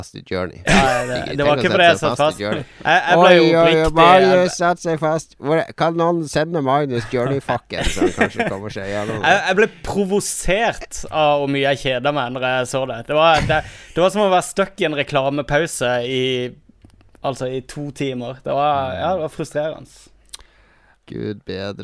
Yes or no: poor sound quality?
no